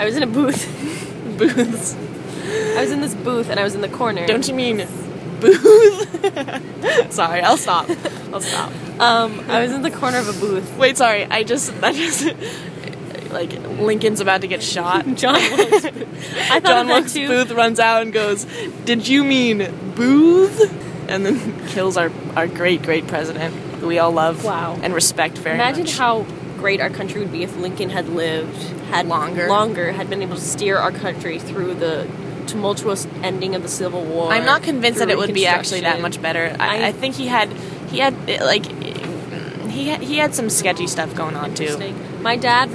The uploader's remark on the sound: Recorded on the bus ride from Amsterdam to Paris.